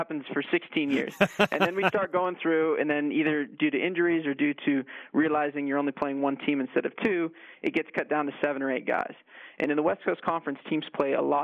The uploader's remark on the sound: on the phone